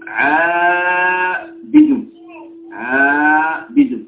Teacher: هذا فتحة بعدها ألف فيه ذهاب نحو الاستعلاء ثم بعدها مباشرة تأتي كسرة استفاد استعلاء ثم مباشرة إليه استفاد هذا الارتفاع وهذا الاستفاد يريدون